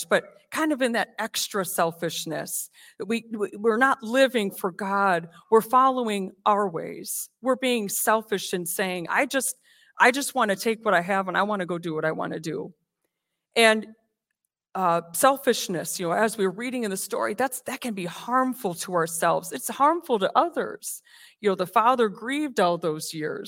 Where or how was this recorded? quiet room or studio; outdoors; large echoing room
large echoing room